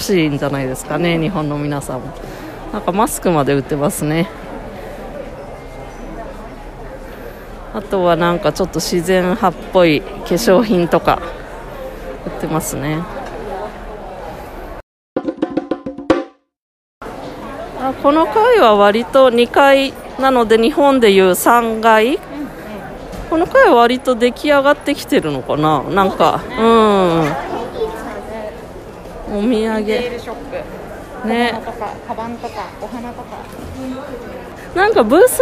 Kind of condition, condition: setting, busy venue